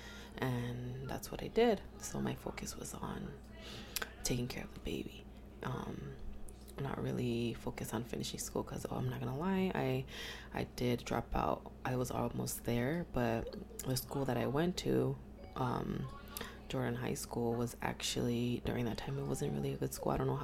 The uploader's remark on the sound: There is a lot of background noise in this episode. I just couldn’t get in a quiet space today at home.